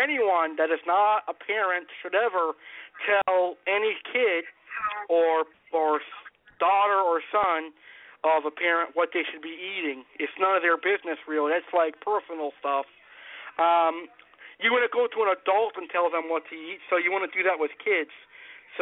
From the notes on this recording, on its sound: LIVE PRANK CALLS.